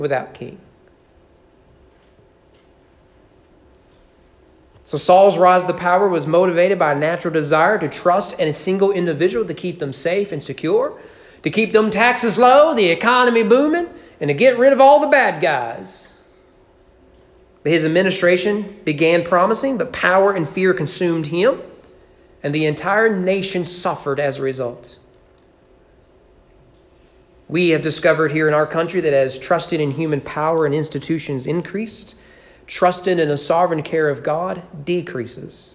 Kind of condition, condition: setting, large echoing room